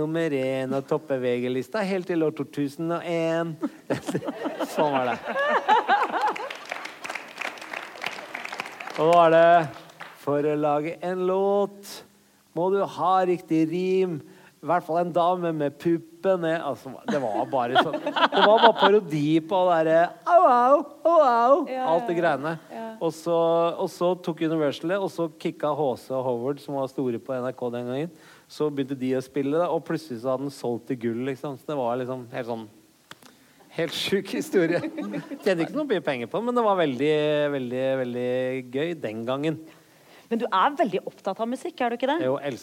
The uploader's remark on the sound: Live fra Vinterlysfestivalen i Mo i Rana.